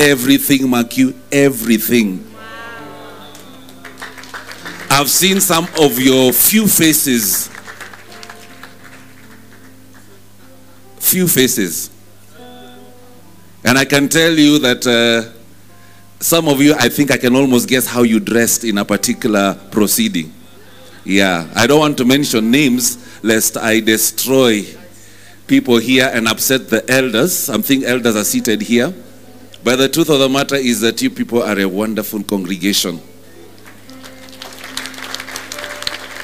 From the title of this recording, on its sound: Preached at New Breed Chapel Intl.